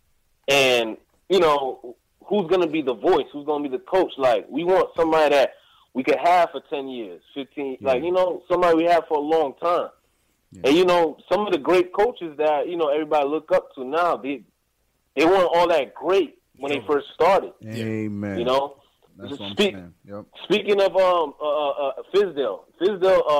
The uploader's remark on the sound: Callers. They give their analysis of the Knicks Wizards preseason game right after it ends and take live phone call fan reactions from around the world!